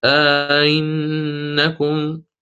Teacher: بتحقيق الهمزة الأولى وتسهيل الثانية بين الهمزة والياء مع إدخال ألف الفصل